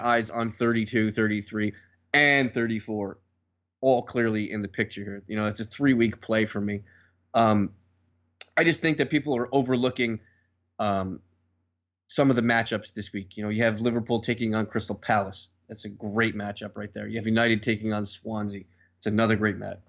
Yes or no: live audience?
no